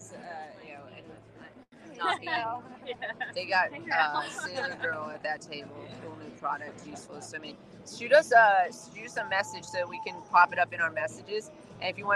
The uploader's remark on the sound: MJ BizCon. Live from MJBizCon.